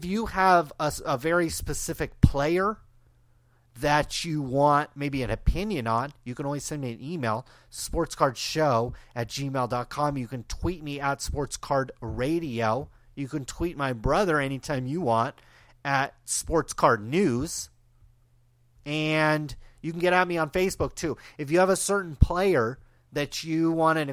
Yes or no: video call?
no